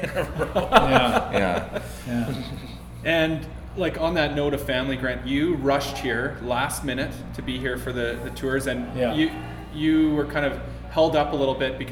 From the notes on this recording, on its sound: LIVE FROM THE PUNK ROCK MUSEUM. A series of guided live tours from the duo at The Punk Rock Museum in Las Vegas, Nevada.